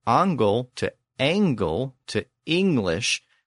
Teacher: we can hear that shift from the back vowel A to the front vowel A, and then in later English to E · Term: vowel shift